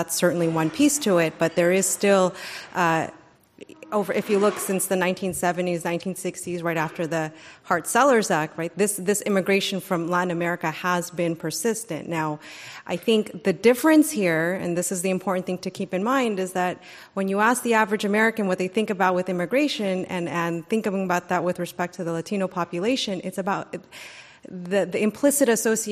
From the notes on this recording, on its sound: This program was recorded in front of a live audience on April 12th, 2019. Was hosted by the Charles and Louise Travers Department of Political Science at UC Berkeley in cooperation with The Commonwealth Club of California.